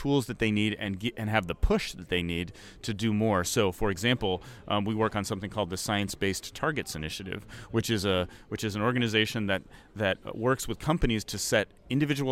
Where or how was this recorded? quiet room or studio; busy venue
busy venue